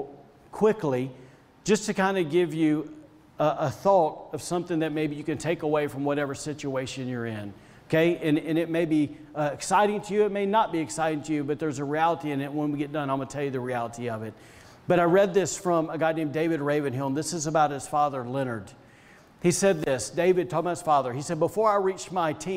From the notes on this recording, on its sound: was recorded on Sunday, May 23rd, 2021, during service at The Anchor Church in Rockport, Maine.